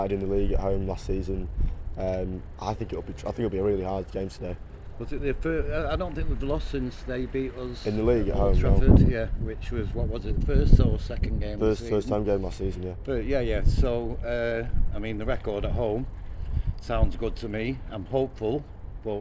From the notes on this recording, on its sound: Recorded around Old Trafford for the Brighton defeat.